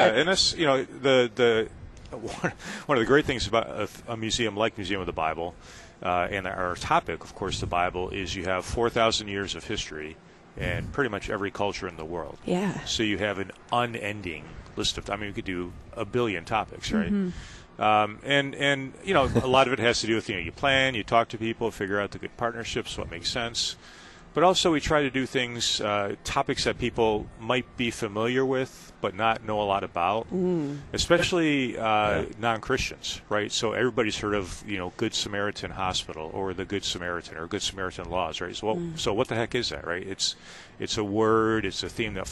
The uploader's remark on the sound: Live at LCMSYG: Museum of the Bible. Live at the LCMS Youth Gathering.